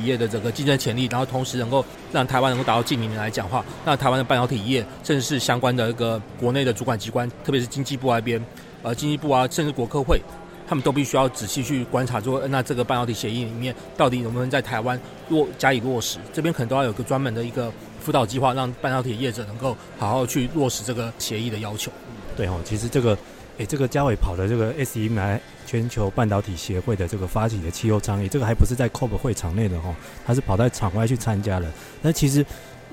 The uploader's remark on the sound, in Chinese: 於COP27埃及會場錄音，分享現場觀察！分享現場特別的【公正轉型】攤位。